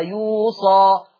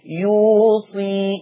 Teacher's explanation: حفص هيقرأ بصاد مفتوحة وألف مادية بعدها · Shown in: first take